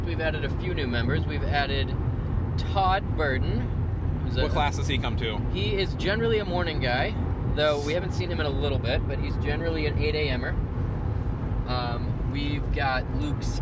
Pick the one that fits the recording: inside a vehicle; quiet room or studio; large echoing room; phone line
inside a vehicle